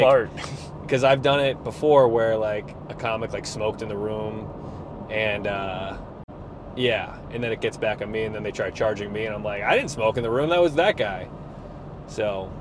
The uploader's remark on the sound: Recorded driving around Rhode Island